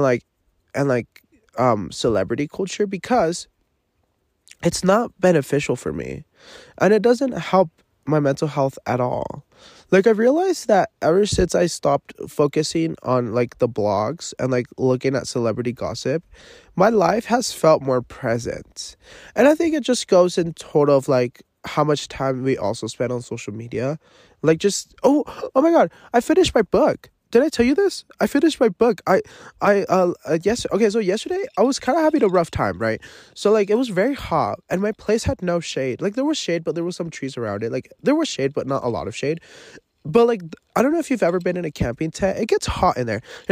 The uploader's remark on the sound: Live from the forest. I am camping alone.